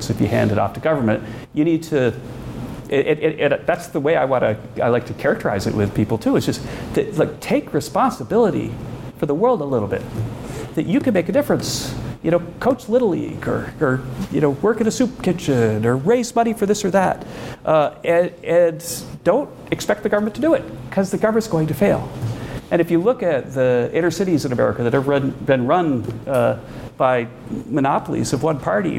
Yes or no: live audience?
yes